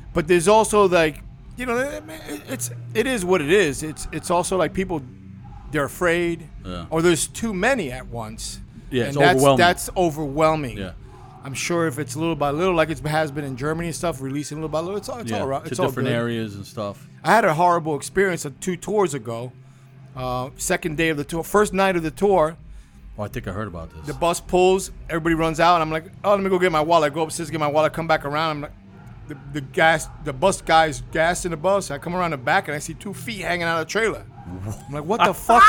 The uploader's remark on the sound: at East Coast Tsunami Fest (Recorded 9-22-17)